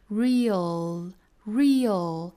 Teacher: 尾音呢并不是 r 的发音，注意是舌侧音 l 的发音。